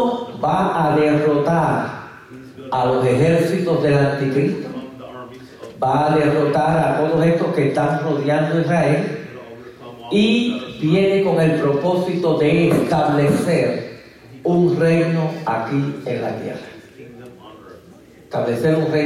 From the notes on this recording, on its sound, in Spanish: Nuestras disculpas por la calidad de el audio en este episodio ya que nos vimos forzados a utilizar una fuente alterna de el mismo. IDDPMI Columbia.